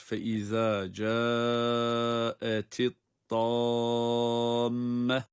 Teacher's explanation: cae meddi muttasıldır. Meddi tabiiden daha çok uzatıyoruz